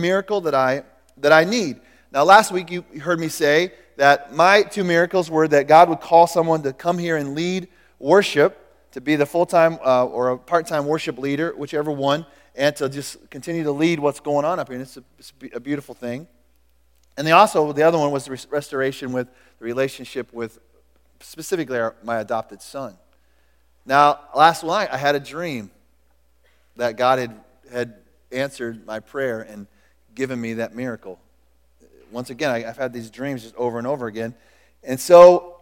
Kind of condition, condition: setting, large echoing room